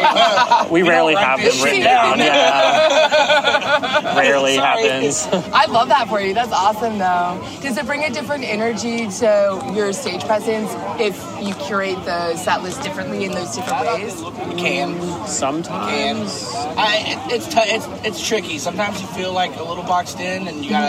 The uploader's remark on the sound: at Summer Camp Music Festival